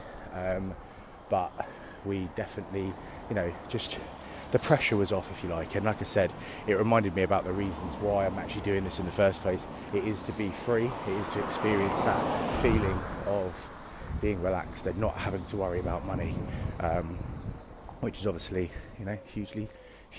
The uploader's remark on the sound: Walk & Talk.